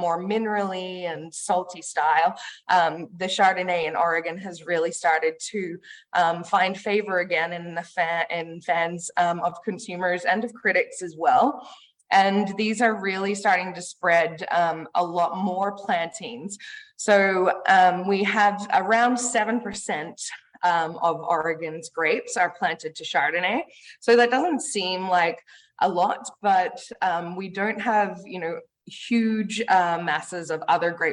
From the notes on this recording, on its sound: Today, I am sharing the audio of an online webinar I attended in April for Oregon Wine Month.